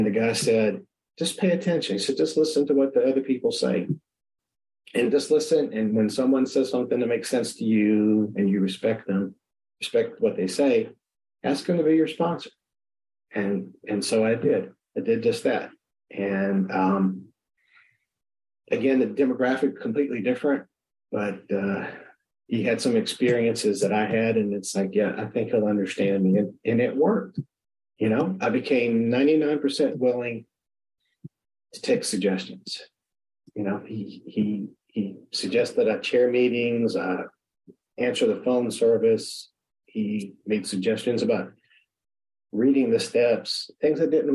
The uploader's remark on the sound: At the Magical Mystery Tour zoom meeting in March of 2022.